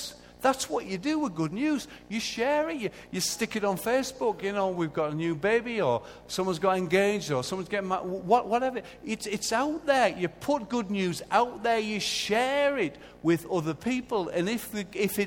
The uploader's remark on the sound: Recorded live at Life Church Lancashire on Sunday 6th April 2014.